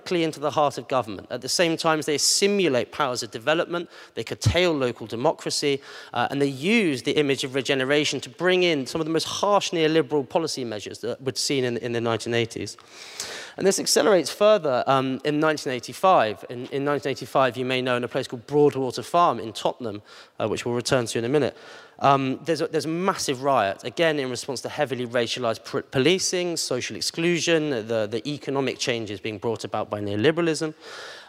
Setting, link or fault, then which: setting, busy venue